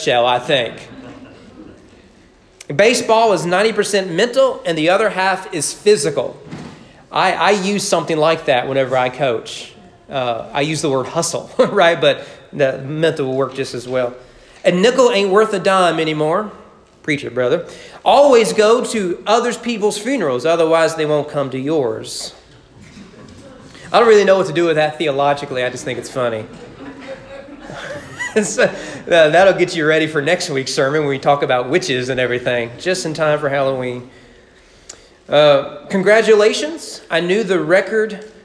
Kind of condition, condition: setting, large echoing room